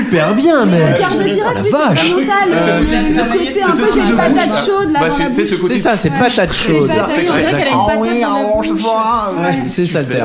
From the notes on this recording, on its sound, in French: Enregistré à La Petite Mercerie de Paris. Enregistré à La Petite Mercerie de Paris.